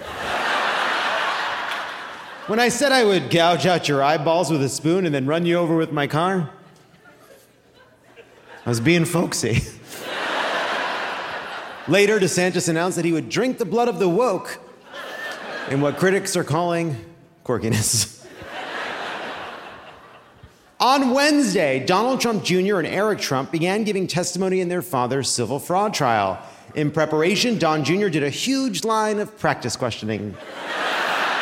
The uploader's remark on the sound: Live from Seattle!